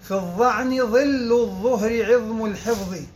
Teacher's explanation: أما الظاء فمخرجها مختلف. فهي تخرج من ظهر طرف اللسان مع ما يحاذيها من أطراف الثنايا العليا